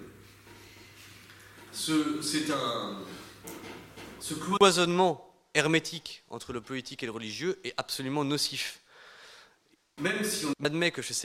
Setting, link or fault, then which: setting, live audience